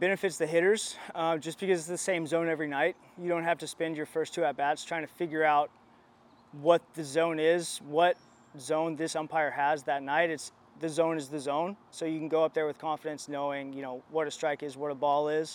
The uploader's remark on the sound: Live From Spring Training